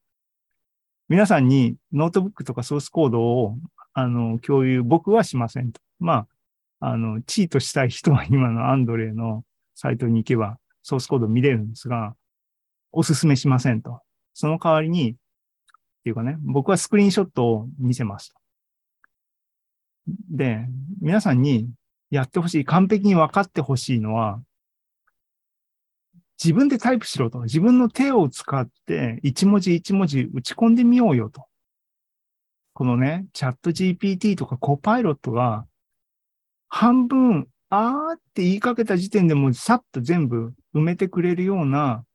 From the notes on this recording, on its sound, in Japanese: ZENKEI AI ポッドキャスト、シーズン３８は２０２３年２月２２日に開催した ZOOMライブの模様です。